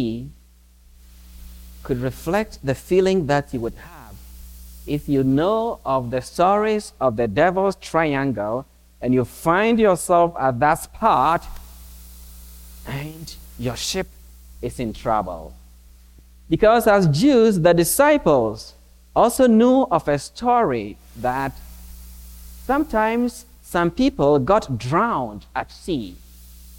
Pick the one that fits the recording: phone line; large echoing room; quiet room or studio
large echoing room